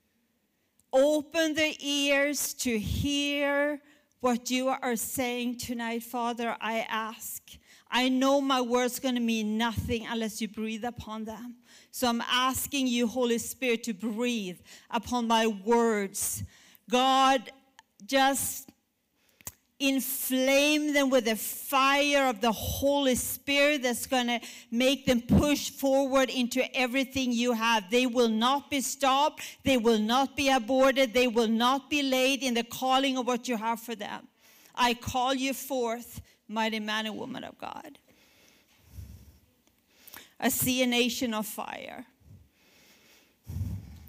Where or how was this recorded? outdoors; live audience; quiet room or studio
live audience